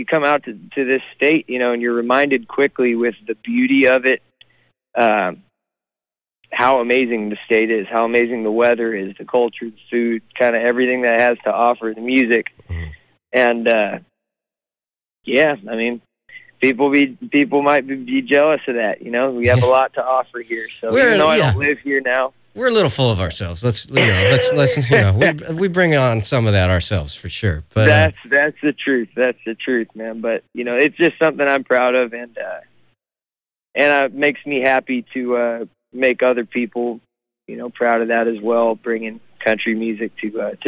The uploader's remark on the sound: on the phone, from the road